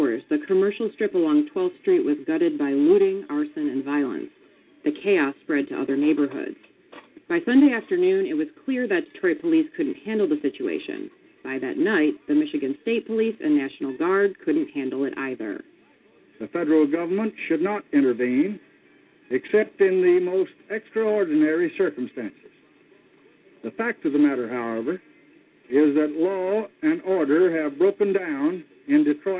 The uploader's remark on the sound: your phone calls